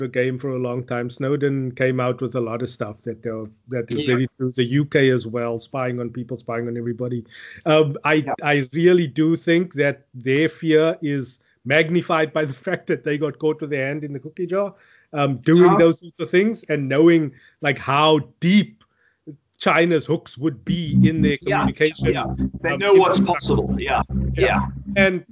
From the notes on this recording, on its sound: Recorded via Skype